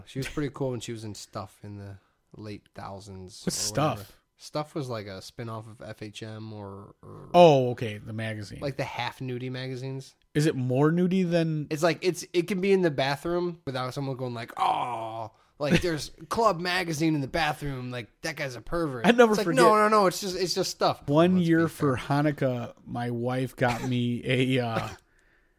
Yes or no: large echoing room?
no